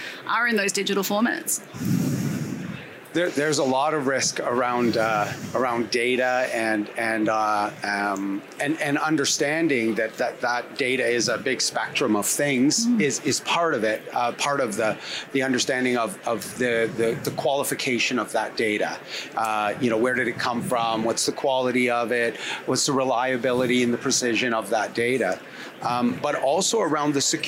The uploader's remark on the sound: Recorded live from the trade show floor at PDAC 2020.